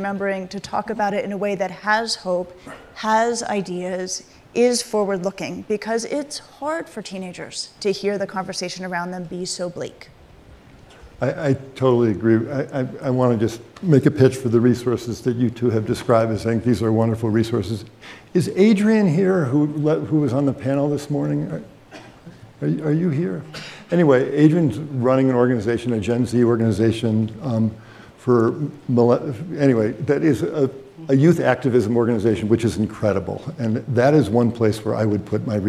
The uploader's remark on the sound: panel discussion at Aspen Ideas